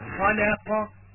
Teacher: خلق مرقق بين مفخمين